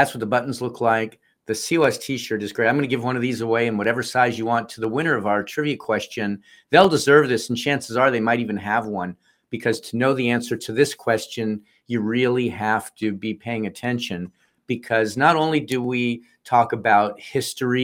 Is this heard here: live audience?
no